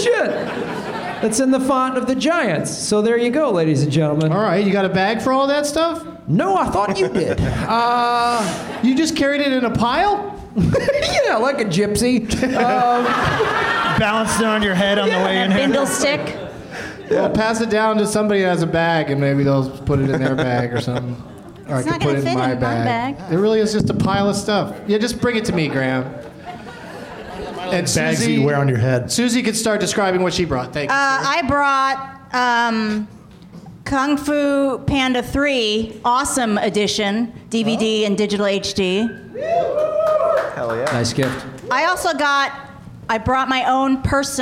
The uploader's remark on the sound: Live from the UCB Sunset in Hollywood, California